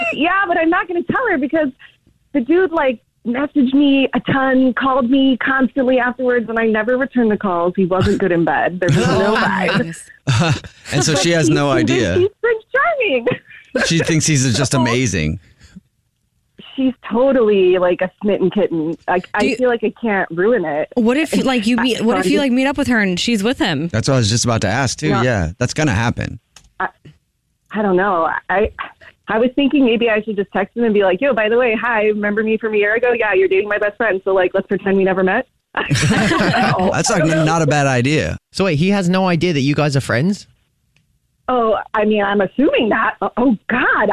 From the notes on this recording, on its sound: The woman on the phone